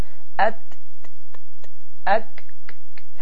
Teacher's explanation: Bu həms sifəti hərflərin sonunda olan pıçıltı səsidir.